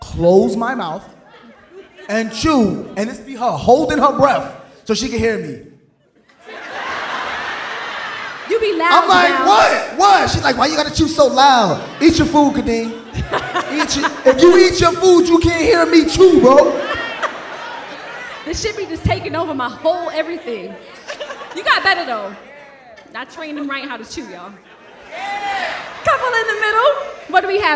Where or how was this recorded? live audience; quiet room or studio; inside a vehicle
live audience